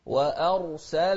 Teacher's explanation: شوف الهمزة مرققة بعدها الراء مفخمة